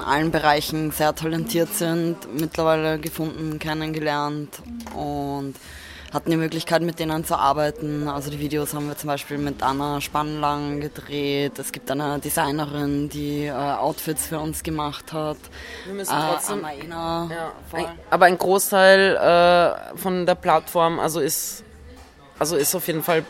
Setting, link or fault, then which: setting, busy venue